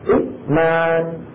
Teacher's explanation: مد الهمزه الثانيه ياء لان الهمزه الاولى مكسوره فتصير ايمان · Term: مد البدل